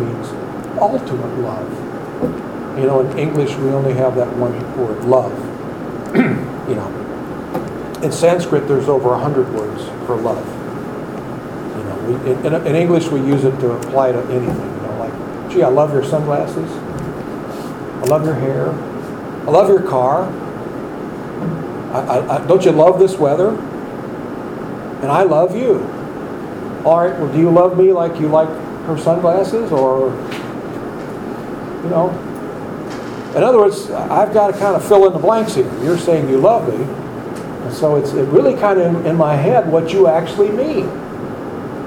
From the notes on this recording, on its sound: Recorded lectures from accross the USA, London & India.